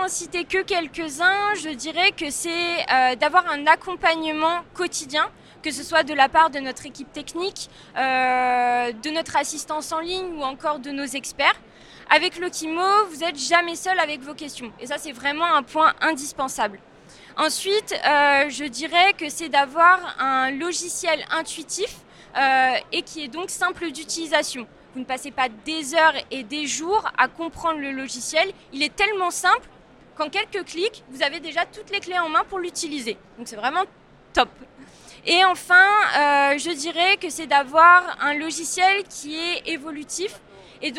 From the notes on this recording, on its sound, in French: Cet épisode a été enregistré en live du RENT.